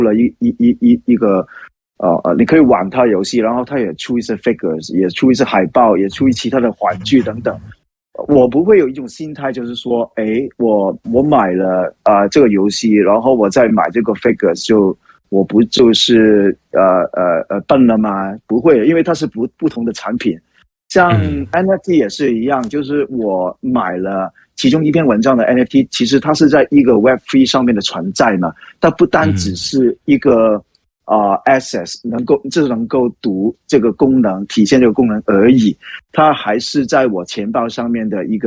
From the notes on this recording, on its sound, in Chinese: LikeCoin Discord 社群 AMA（Ask Me Anything）的錄音。後面 20 分鐘則是回答主持人和社群參與者的提問。